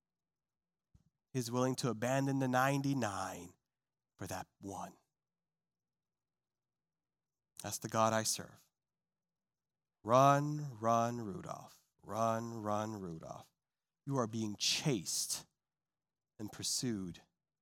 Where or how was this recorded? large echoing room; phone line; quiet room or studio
large echoing room